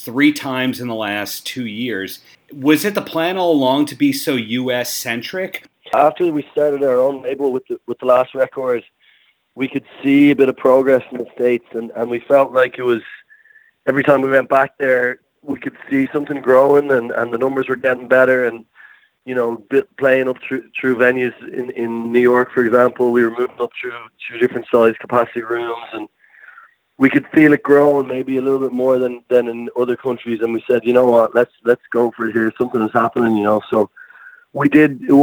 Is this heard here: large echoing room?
no